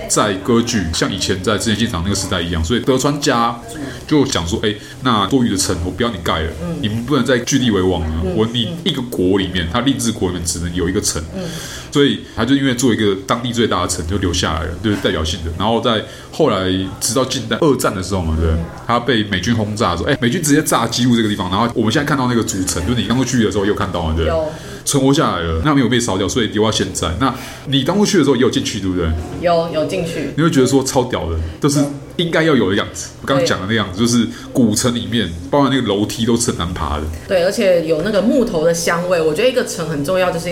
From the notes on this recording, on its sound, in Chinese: 本集白噪音指數：蚊風級 1/5。錄音地點： 齊客咖啡 The Gathering Cafe。